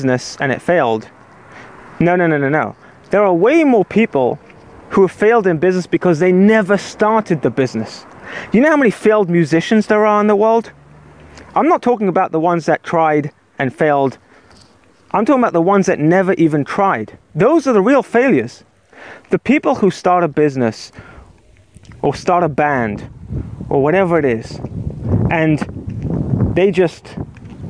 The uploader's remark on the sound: record it while walking in the park